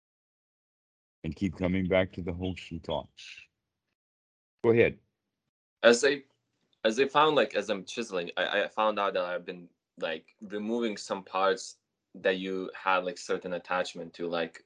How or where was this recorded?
video call